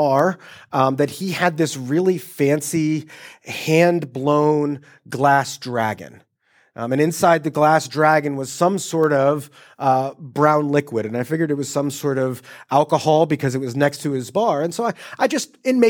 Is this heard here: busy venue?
no